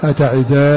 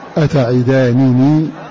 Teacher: فيضغم النون التي هي علامة الرفع في نون الوقاية فيضغم نون الرفع في نون الوقاية فتحصل نون واحدة مشددة ومد لذلك مد اللازمة · Shown in: first take · Term: الإضغام